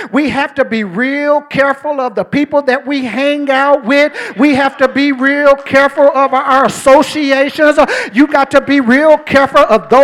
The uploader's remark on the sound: during our First Sunday Night Fellowship